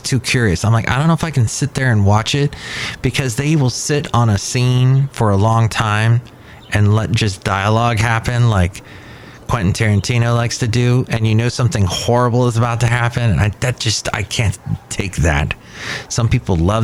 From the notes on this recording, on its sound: Podcasts live from Café Anyway.